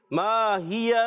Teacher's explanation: ادرا کا دال میں ہم کلکلا کریں گے، حرف کلکلا میں سے دال، را کو پر کریں گے، کھڑا زبر، ایک الف کھینچیں گے.